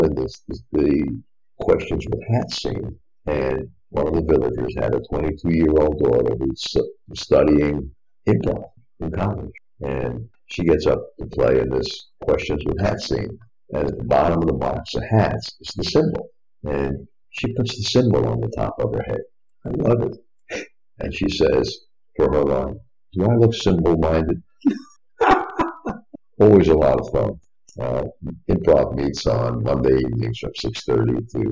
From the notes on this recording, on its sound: Open Forum in The Villages. A great listen, unfortunately with much lower sound quality.